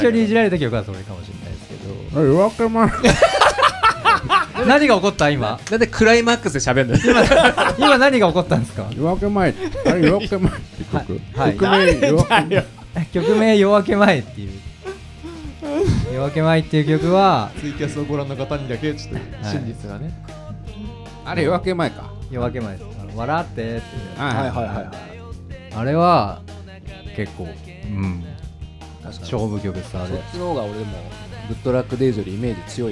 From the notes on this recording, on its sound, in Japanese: 公開収録ラスト！